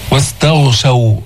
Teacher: الغين مفخمة ولكن مش بأعلى درجات التفخيم وما تضم الشفتين هكذا فتقول واستغشوا، ليس هكذا، واستغشوا حصل التفخيم.